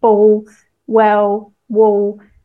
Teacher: You can sometimes hear the L in standard Southern British English be pronounced kind of like a vowel